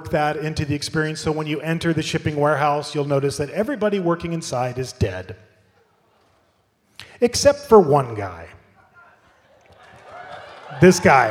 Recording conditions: busy venue